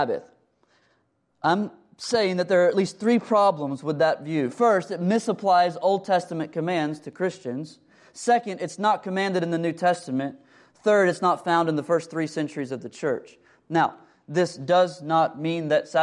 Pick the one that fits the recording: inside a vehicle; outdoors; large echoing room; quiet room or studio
large echoing room